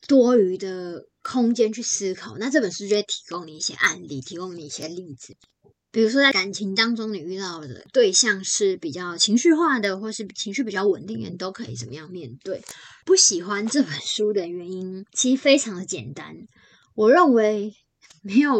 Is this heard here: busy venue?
no